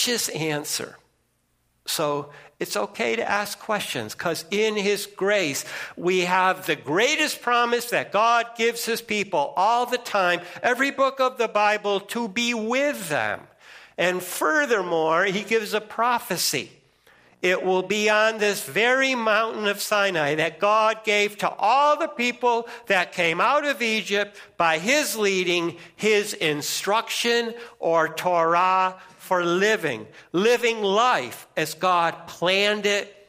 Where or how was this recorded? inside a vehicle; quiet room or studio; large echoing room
large echoing room